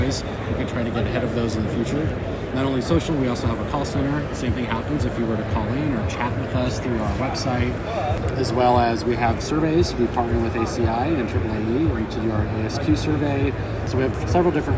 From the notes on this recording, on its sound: Live Interviews from AAAE Annual Conference. Conducted live interviews at the conference in June 2023.